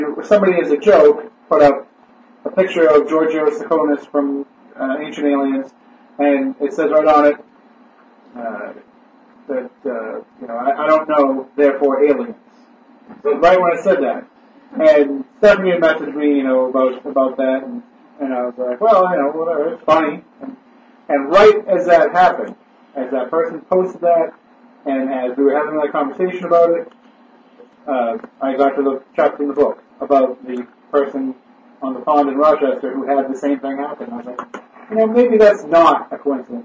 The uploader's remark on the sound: With the Red Sox booting us off the WBSM airwaves, we attempt to record a podcast-only show through our webcam audio. Some technical problems hampered the quality of the audio. We do apologize for the poor quality of the audio.